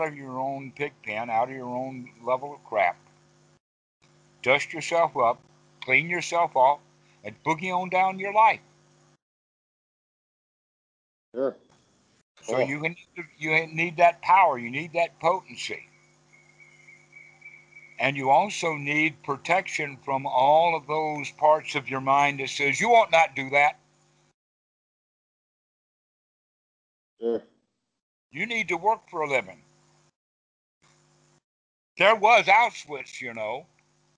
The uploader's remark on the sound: Skype calls on this channel.